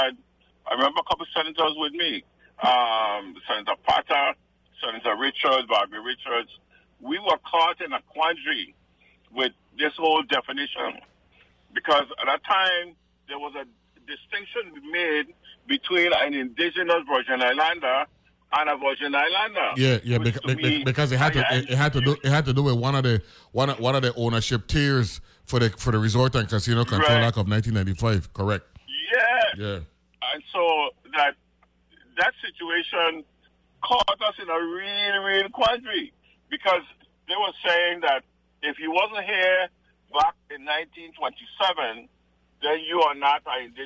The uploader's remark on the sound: joined on the phone